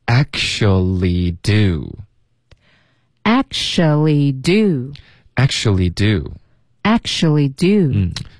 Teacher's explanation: actually、很多的学生会说不是发 actually 吗有一个 chu 的音、这个 t 其实会省略然后 k 直接连到 xu